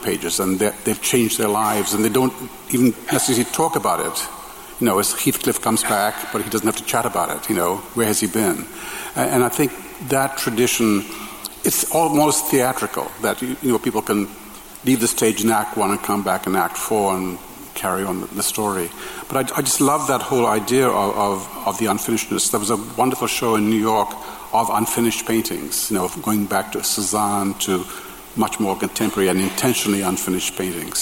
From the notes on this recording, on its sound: As part of Man Booker 50 festival at Southbank Centre. Each section was introduced by a slideshow of photographs selected by the pair. Here in the recording, each slideshow has been replaced with a short musical interlude.